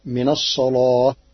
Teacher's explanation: قرأ ورش كلمة الصلاة بتغليظ اللام لوجود الصاد قبلها